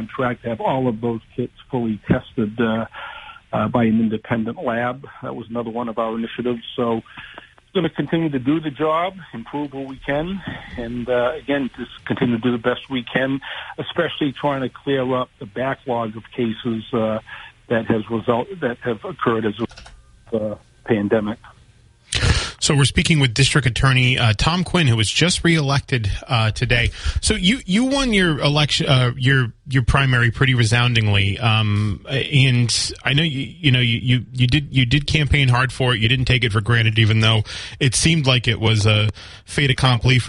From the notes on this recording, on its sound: They get calls from the audience on their voting experiences in the SouthCoast.